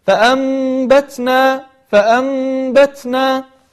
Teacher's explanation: ننتبه إلى الهمس في حرف التاء، فلا نقول فأنبتنا فأنبتنا، ولكن نخرج قليلا من نفس لكي تخرج معنا يعني يخرج معنا صفة الهمس.